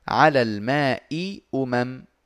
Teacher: همزة مكسورة وبعدها همزة مضمومة